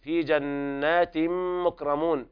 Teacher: إدغام بغنة كامل لوقوع الميم بعد التنوين